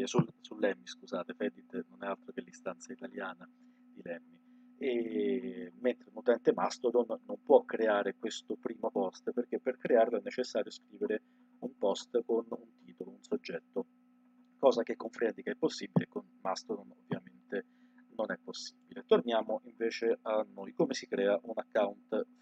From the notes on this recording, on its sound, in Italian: registrato con un audio pessimo